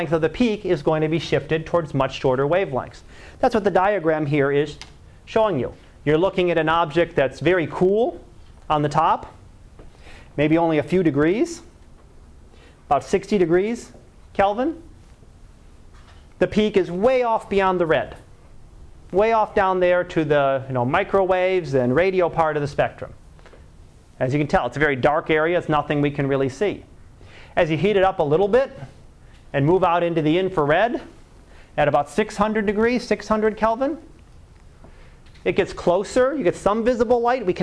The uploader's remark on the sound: Live Class Lecture